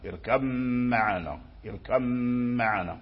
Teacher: الباء قد دخلت في الميم فيكون الميم مشددا، وفيه غنة اركب معنا، هذا هو الإدغام، والباء مع الميم يخرجان من الشفتين